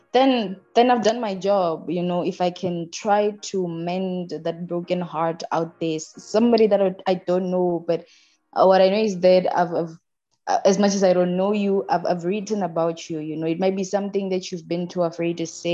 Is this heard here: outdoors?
no